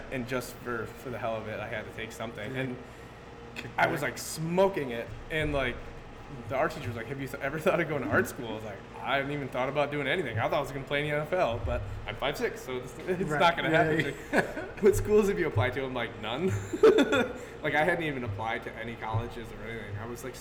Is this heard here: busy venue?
yes